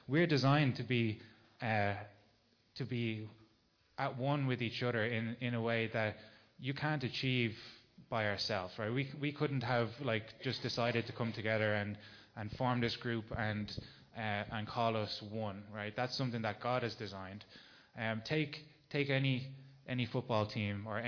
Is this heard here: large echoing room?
yes